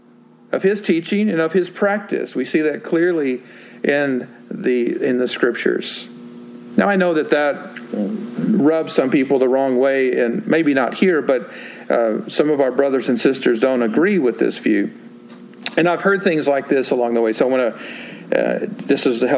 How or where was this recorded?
large echoing room